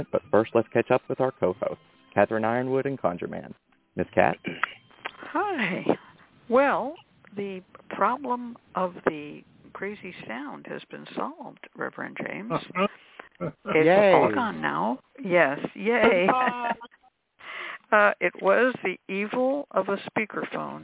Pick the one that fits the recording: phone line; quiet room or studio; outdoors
phone line